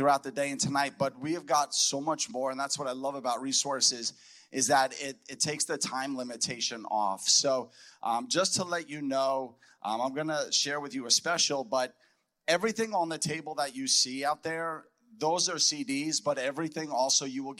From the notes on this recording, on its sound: a powerful message spoken at our Voice of Freedom Prophetic Conference